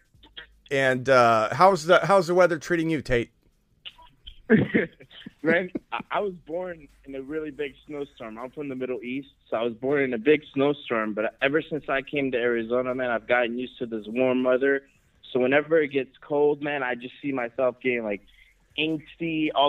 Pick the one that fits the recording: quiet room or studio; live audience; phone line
phone line